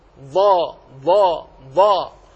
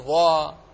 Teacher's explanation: فإن مخرجه من أقصى حافة اللسان إلى منتهاها وهي عند طرف اللسان، فاستطالت الضاد بالحافة من أقصاها إلى أدناها · Shown in: first take · ضا ضا ضا، وهذا ما ميزها من الضاء، لأن الضاء من حيز بسيط من طرف اللسان ضا. · Term: الاستطالة